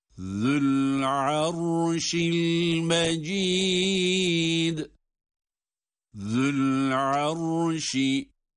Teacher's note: Zel peltek, arşi derken ra kalın.